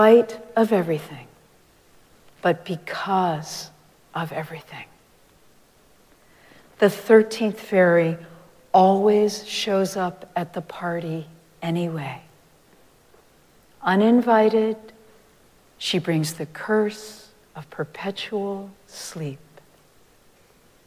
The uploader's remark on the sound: Recorded live at Arlington Street Church